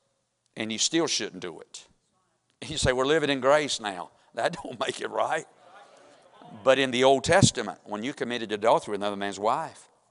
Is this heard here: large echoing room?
yes